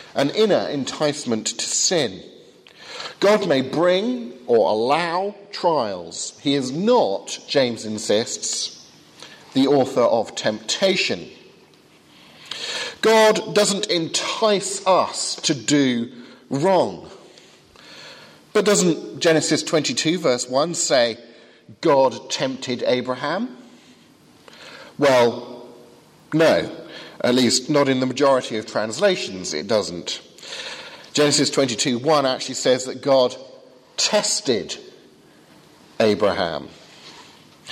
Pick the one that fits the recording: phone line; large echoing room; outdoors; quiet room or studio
large echoing room